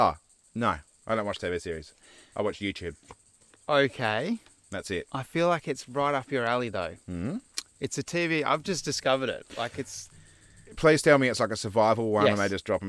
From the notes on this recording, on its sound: This week we ventured up a dry creek bed and set up to record smack bang in the middle of it. The sun peered through the trees on a 35-degree day as the bees, birds, and butterflies drank from the last puddles left in the creek bed.